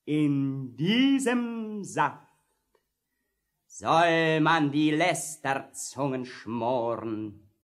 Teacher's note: Sie hörten Klaus Kinski, selbstverständlich mit vorne gerolltem R. Denn das gilt auf der Bühne noch in den 60ern als der Maßstab des Sprechens.